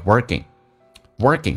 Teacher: 在加快速的时候美国人会把 k 浊化成 g